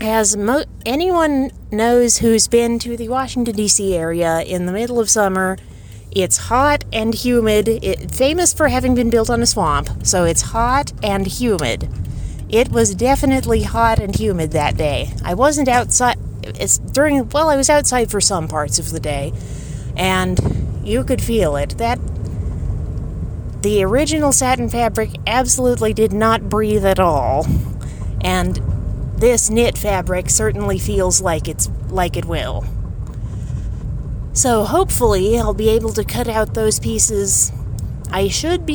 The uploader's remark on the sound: This blog post is also backdated to approximately the time I was recording this episode on my phone.